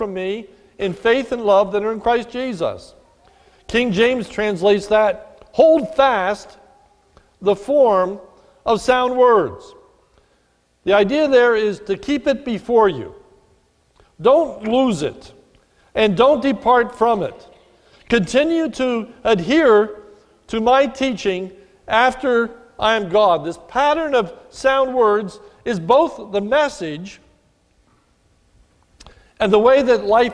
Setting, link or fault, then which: setting, large echoing room